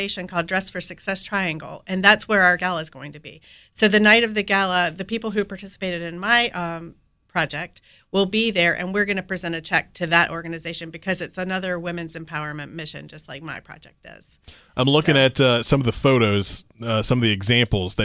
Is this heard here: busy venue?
no